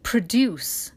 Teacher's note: the verb is to produce, the stress on the second syllable because it's a verb